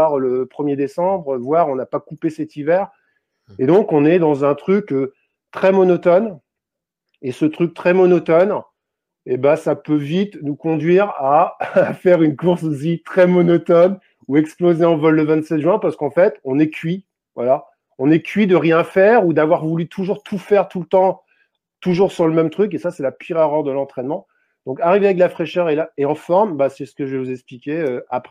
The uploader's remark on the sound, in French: À la fin du Webinaire une session de questions/réponses étaient proposées aux participants du Live